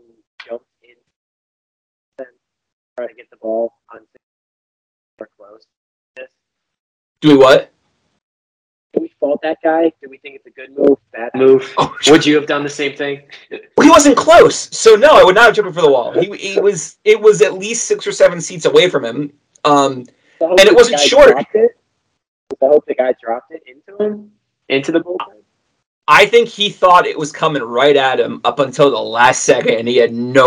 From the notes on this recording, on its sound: We are aware of the potential audio issues.